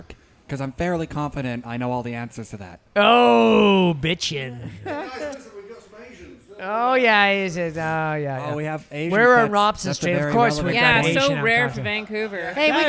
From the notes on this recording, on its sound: The Bunker Project is recorded with a live interactive studio audience. In downtown Vancouver or via Google + Hangout.